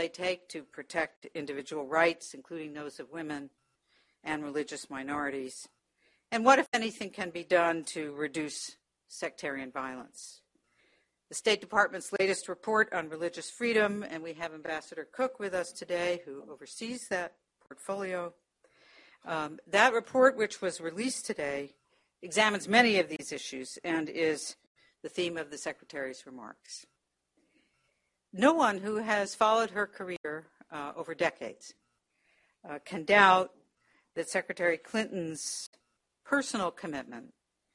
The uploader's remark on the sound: delivered remarks at Carnegie